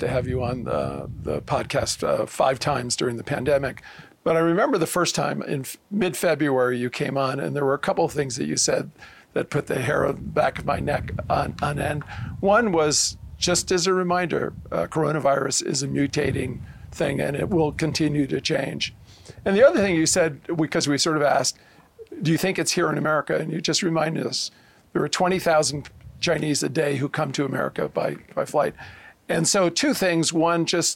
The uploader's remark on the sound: On Location at Aspen Ideas